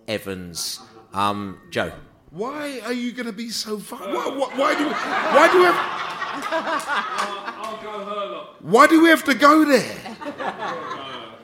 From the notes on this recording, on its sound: Together at the end of the session for a hilarious Q&A session with the fans in the house. At the fabulous Drayton Court Hotel in Ealing to see the season off in style at their end of season Pride of West London Bees-Up.